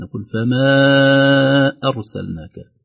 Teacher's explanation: يسمى مد فرعي أو مد جائز منفصل، نمد مقدار 4 حركات